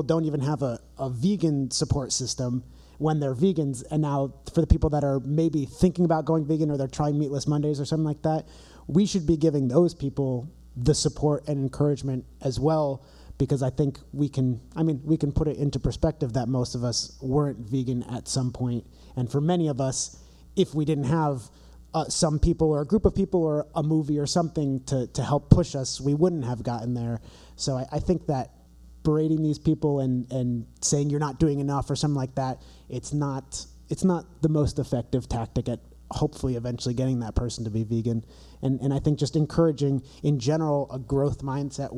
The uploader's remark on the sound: This week The Bearded Vegans present a very special live episode recorded in front of an audience at the Compassionfest Holiday Bazaar in Hamden, CT.